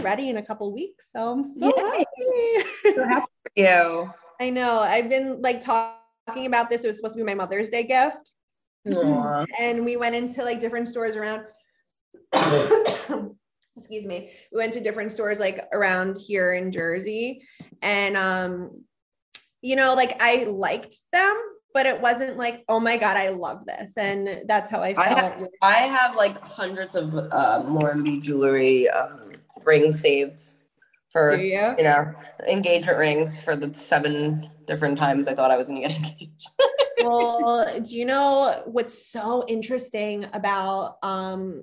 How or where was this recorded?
video call